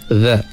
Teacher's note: Kita kurangkan angin dia. Huruf dhal dia tak ada safir.